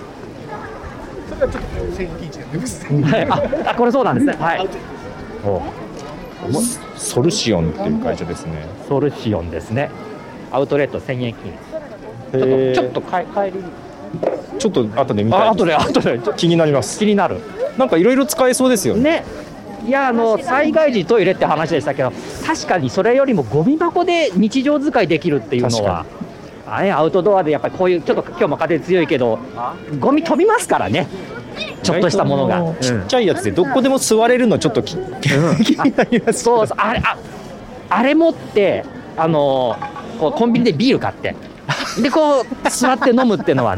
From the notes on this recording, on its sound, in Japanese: 初めての対面収録です。覚王山の日泰寺参道で行われる「覚王山春祭2023」を歩きながら収録しています。